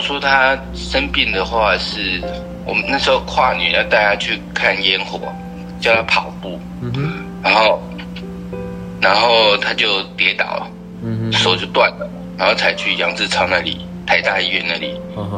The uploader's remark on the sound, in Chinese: 今天節目，將以電話訪問的形式播出。